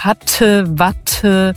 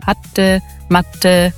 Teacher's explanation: Wenn du das so ein bisschen weicher, ein bisschen D-artiger sprichst und am Ende das E auch hatte, matte, also ein bisschen Ä-artiger am Ende und ein bisschen weniger Aspiration bei dem T · Shown in: second take